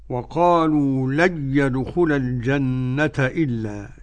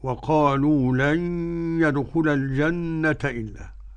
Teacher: عدم الغنة عند ملاقاة النون مع الياء لخلف عن حمزة · Shown in: first take